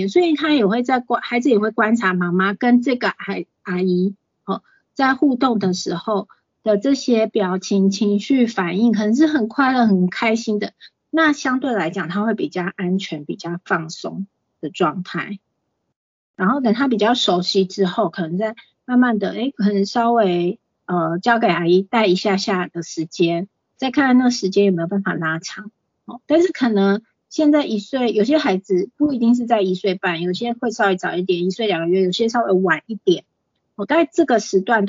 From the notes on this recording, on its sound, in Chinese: 此為線上課程錄音檔。講座錄音。